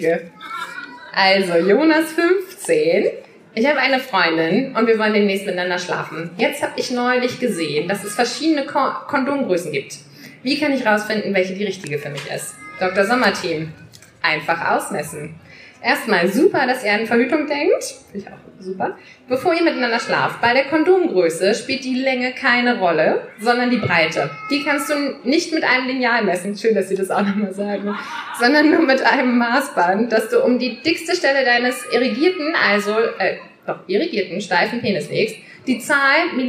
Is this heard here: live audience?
yes